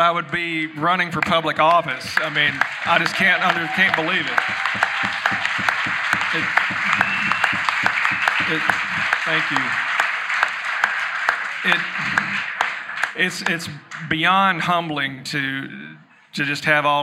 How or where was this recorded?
busy venue